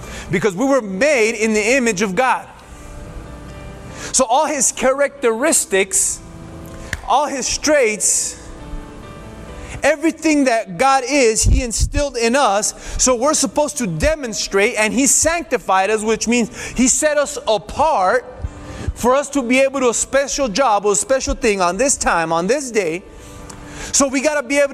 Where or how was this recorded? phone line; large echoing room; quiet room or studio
large echoing room